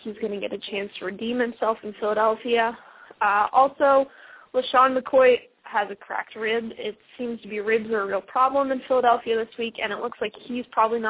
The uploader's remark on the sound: fan interaction via phone